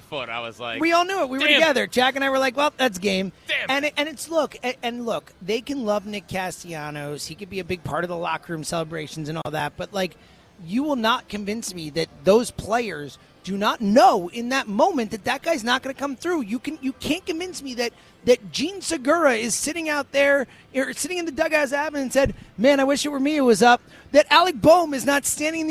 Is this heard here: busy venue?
yes